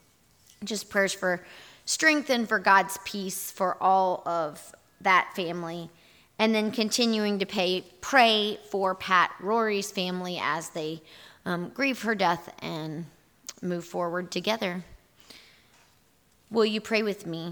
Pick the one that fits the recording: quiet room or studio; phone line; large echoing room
large echoing room